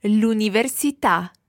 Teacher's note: The stress goes on the last syllable there.